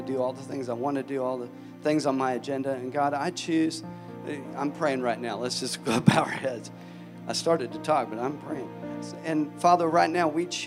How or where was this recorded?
large echoing room